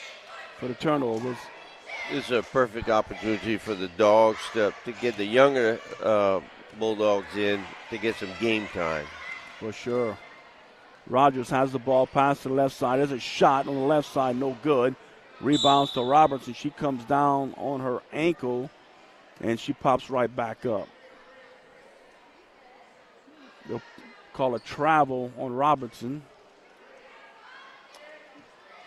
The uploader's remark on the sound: Audio from Coastal Broadcasting's live coverage of the LCO vs Bayou Blue girls and boys basketball games. Game was broadcasted live on KLEB 102.7FM and 1600AM.